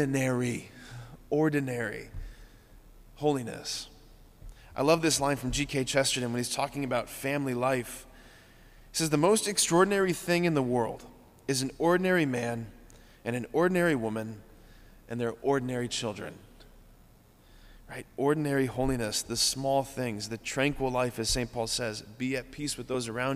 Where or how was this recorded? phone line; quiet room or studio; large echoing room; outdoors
large echoing room